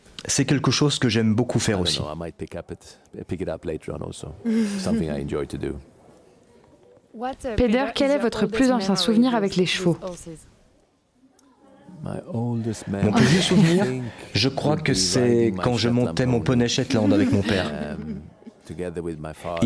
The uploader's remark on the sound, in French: enregistré il y a quelques semaines au coeur du CHI de Genève